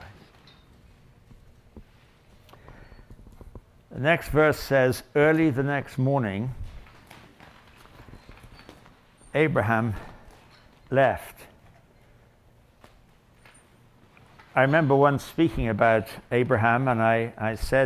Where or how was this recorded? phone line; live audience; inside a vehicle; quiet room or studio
live audience